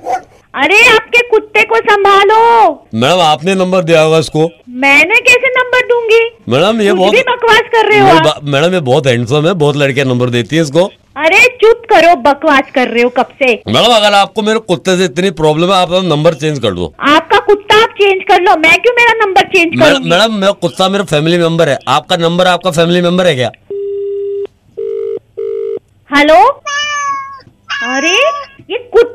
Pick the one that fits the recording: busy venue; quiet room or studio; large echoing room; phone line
phone line